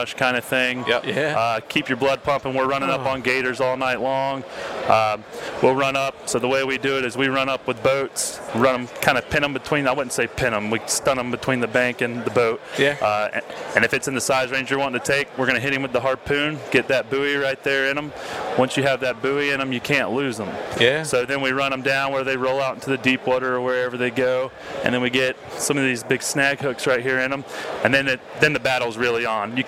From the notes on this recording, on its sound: We are live from the Great American Outdoor Show 2018 in Harrisburg, Pa.